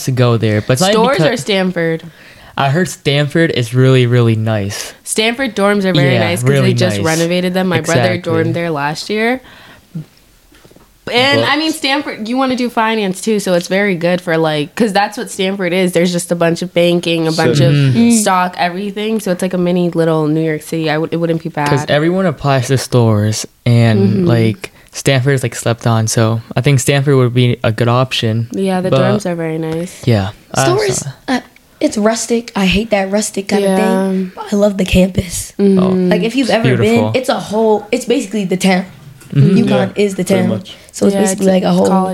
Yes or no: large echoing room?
no